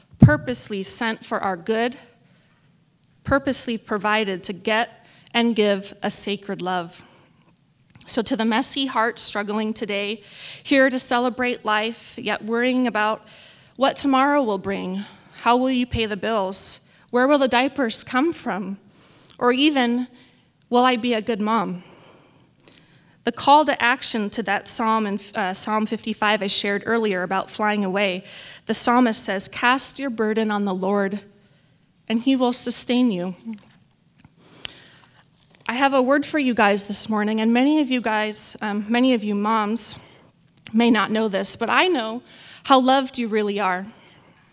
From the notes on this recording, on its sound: This message was recorded in front of a live audience at the 2016 Birth Choice of Temecula Baby Shower event hosted by Rancho Community Church in Temecula, CA.